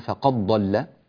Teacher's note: ورشا رحمه الله يدغم الدال في الضاد